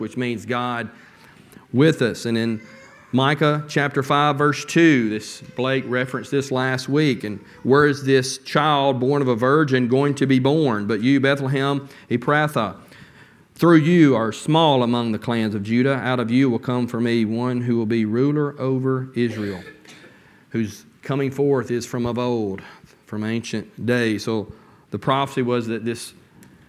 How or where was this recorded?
large echoing room